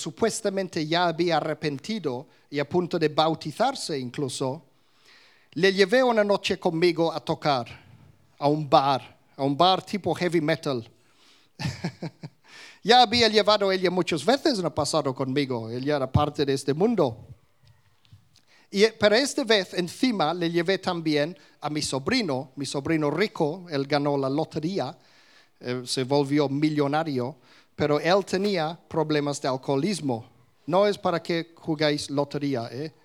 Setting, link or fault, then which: setting, live audience